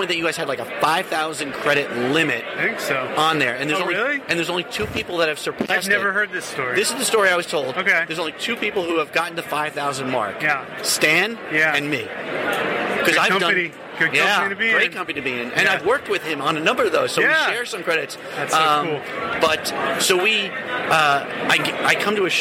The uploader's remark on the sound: NYCC 2017 - Artists Alley Day One. Share stories from the convention floor.